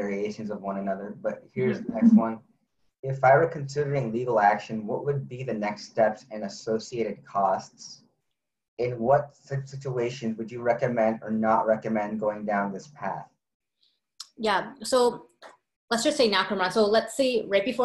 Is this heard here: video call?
yes